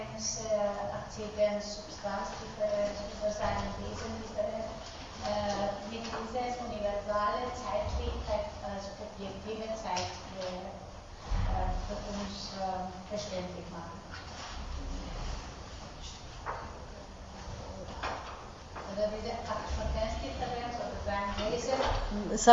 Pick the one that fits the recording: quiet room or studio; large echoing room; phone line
large echoing room